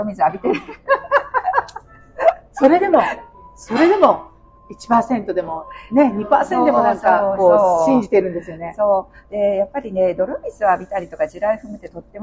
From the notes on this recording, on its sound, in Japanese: 室外での収録のため聞きずらいところがございますが